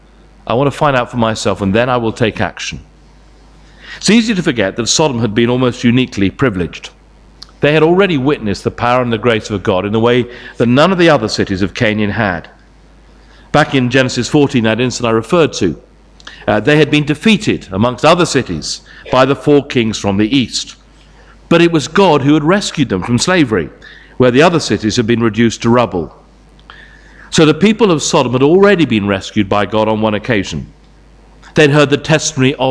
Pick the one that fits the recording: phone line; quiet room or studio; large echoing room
large echoing room